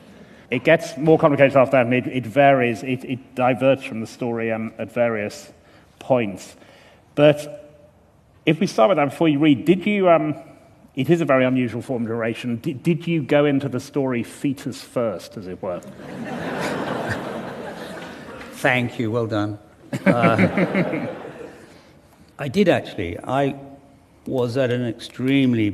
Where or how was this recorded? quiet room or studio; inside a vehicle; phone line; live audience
live audience